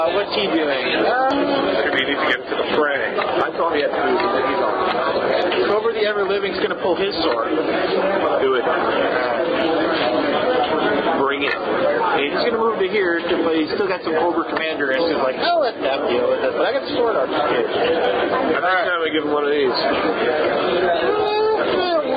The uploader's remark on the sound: Apologies for the sound quality